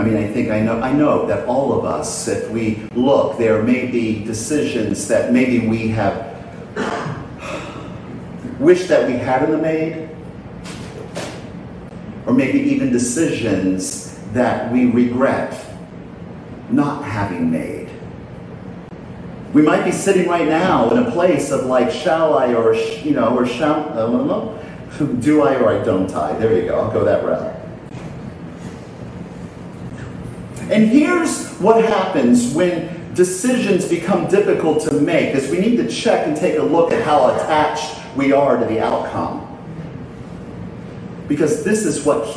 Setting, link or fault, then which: setting, large echoing room